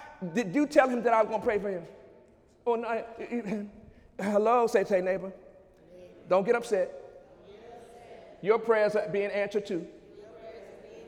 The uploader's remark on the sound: During Wednesday night service on May 3, 2017